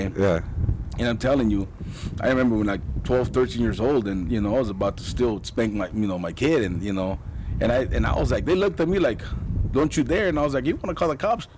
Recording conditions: wind noise